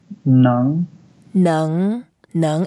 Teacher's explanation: put the tip of the tongue on the upper teeth